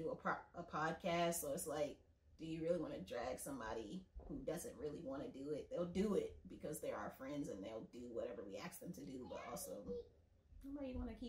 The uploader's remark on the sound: Please excuse some of the background sounds - it's our first go at it!